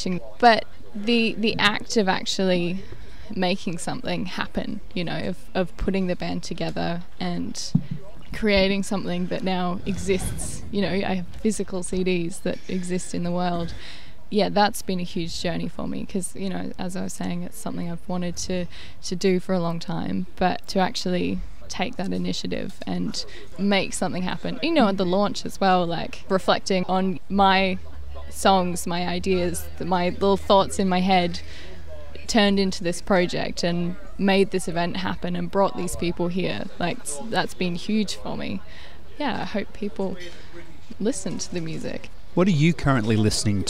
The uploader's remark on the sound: Outside the Organic Cafe in Stirling in the Adelaide Hills